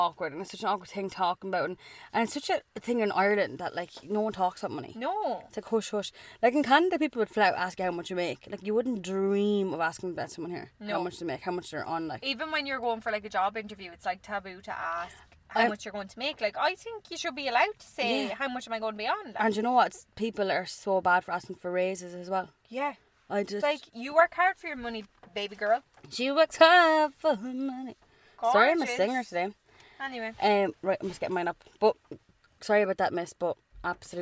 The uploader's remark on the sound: This week’s episode is brought to you from our car.